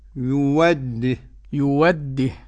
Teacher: يؤديه إبدال الهمزة واو يوده لكل من ورش عن نافع وأبي جعفر